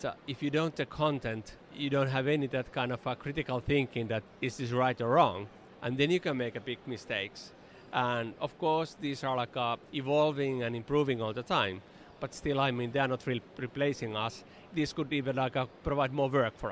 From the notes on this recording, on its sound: We took the podcast on the road to the INTA Annual Meeting in Singapore. We hosted our podcast studio at the Billtrader Expo Booth.